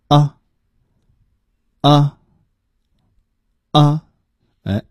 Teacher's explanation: 它是舌后音，也就是说是舌根运动发出来的音，舌根轻微的下凹发这个音呢就比较准确了，听起来呢声音来自于口腔内部。我把它念一遍，啊啊啊，和刚才那个啊啊是不一样的啊。另外呢人们把它看成是这个短元音，就认为发音必须要短，啊啊，实际上呢不必要这么急促，它是可以加长发音的啊。最后又到了我们作业这个环节了，我们第一个作业呢是想请朋友们看一下我们课本的练习，也就是第46页上面的第二个练习。那么在第46页的第二个练习呢我们的张道真教授帮我们总结了是动词的用法，也就是这个 be 动词它的不同的形式，比如说我是谁谁谁就要用 Iam，那么提问呢可以用 amI，那么否定呢可以说 I amnot，这些句子呢都是非常有用的，我想请听众朋友们呢一定要把这些句子记下来，比如说 I am a student, you